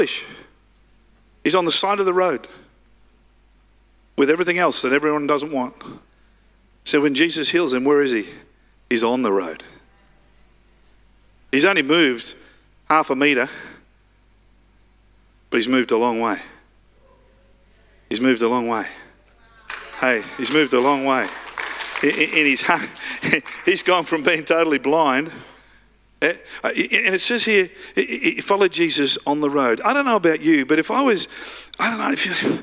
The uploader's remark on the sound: live at Freshwater Church